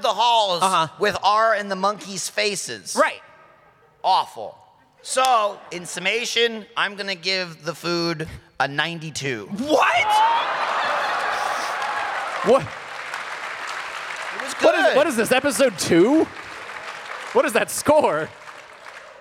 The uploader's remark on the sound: Live at RTX 2022